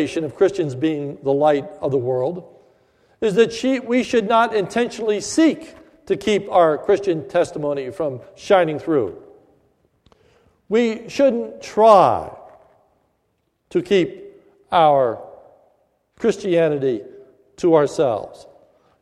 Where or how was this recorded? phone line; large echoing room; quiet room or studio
large echoing room